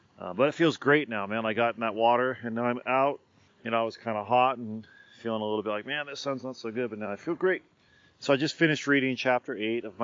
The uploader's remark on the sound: Today’s episode is brought to you by me going outside. It was all recorded from the Great Outdoors.